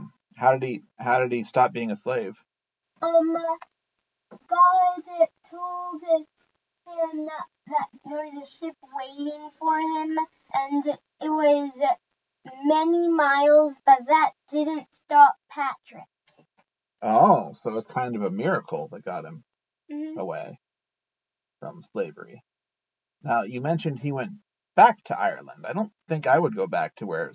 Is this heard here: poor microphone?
yes